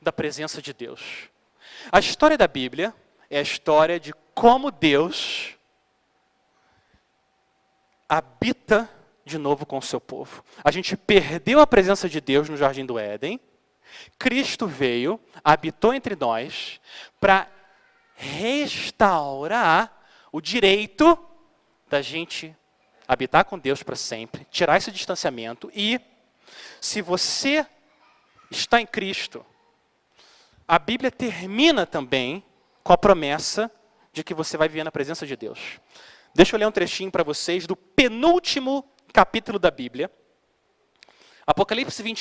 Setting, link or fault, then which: setting, large echoing room